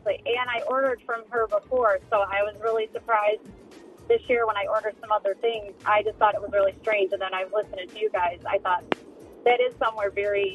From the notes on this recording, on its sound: teachers called in with their various hacks they use